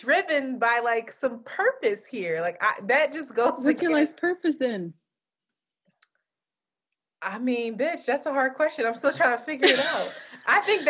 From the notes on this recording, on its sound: SD card fails her, so we have to resort to using audio from Zoom